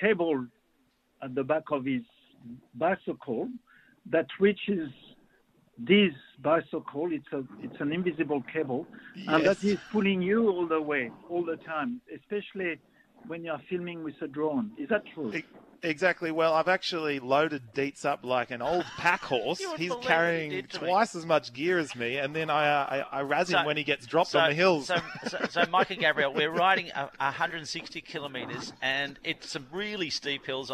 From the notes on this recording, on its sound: The guys are live in England! Sitting in a Devon pub.